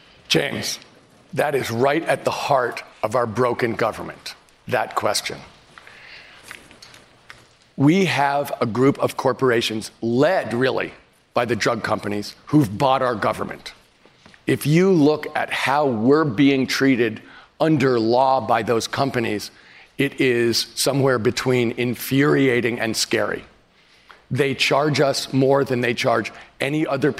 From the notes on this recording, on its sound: Answers questions during a live town hall. At The Novo in Los Angeles.